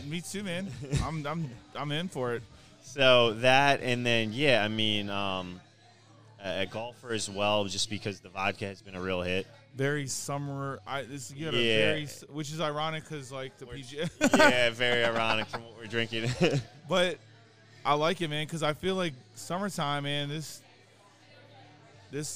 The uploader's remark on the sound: Live from The Acme Bar and Grill in Annapolis!